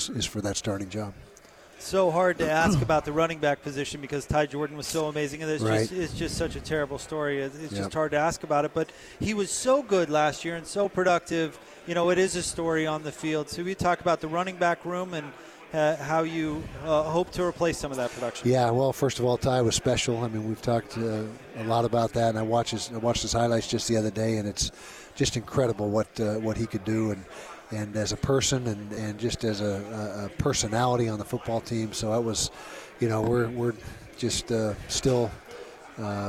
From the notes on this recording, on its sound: LIVE from Pac-12 Media Day in Los Angeles, CA.